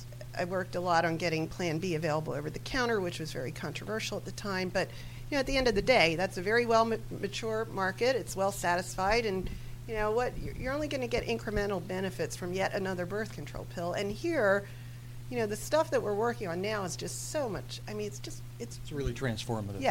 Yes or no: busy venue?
yes